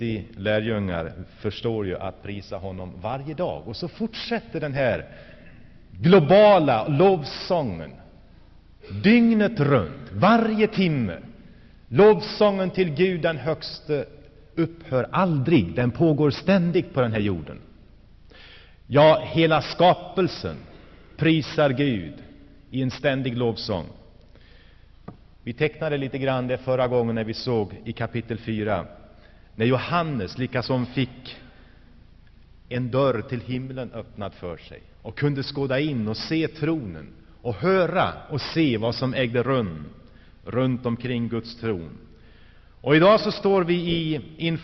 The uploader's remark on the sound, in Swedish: Inspelad i Saronkyrkan, G&#246;teborg 1985-02-03.